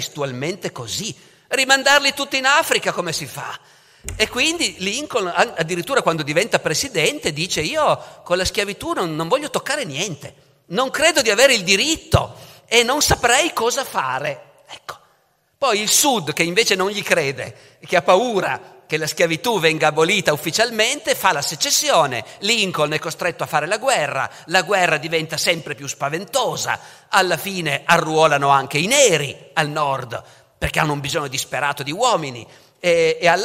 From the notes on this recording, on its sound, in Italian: La registrazione è avvenuta in occasione della presentazione del libro alla Biblioteca civica Don Lorenzo Milani, nell'ambito del progetto Leggermente, il 23 marzo 2022.